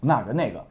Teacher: Now it's a third tone, it's hesitant.